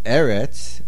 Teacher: Eretz, the stress is on the Aleph, and it remains Arza, even though the word ends in a Kametz Hey ending, which signifies generally Nekeva, but not here, because this Hey is taking the place of a Lamed in the beginning. · Term: Mil'el